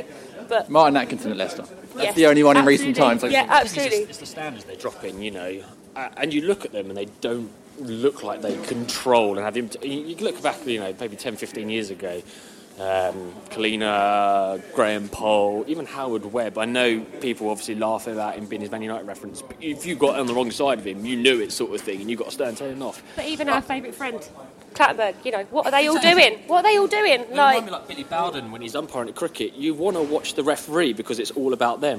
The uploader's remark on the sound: post-match press conference at Selhurst Park